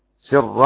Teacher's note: رقق الأزرق الراء بخلفه